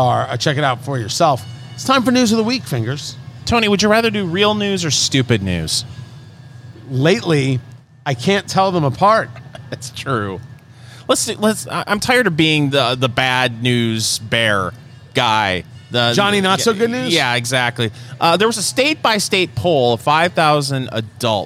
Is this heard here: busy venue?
yes